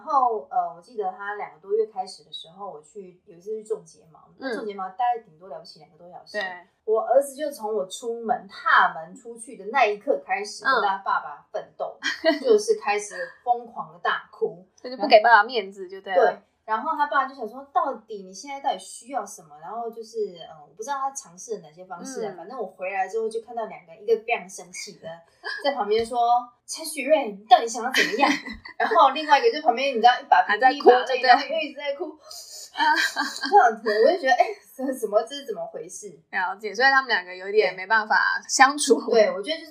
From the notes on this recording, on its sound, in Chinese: 本集音質欠佳，敬請多包涵。